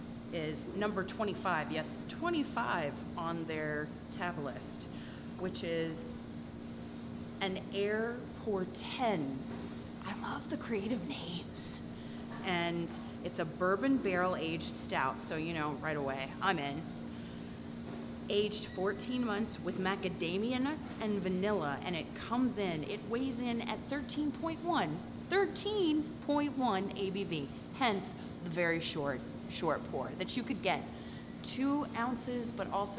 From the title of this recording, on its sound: Instagram Live from Orpheus Brewing